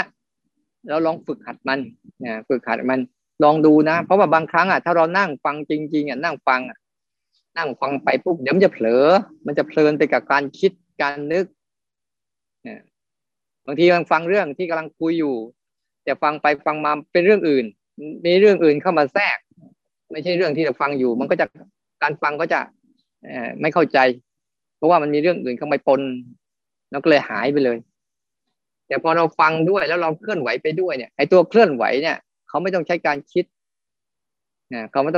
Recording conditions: video call